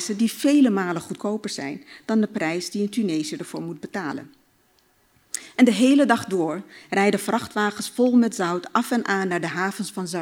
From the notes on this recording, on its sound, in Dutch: vertelde op het Betweter Festival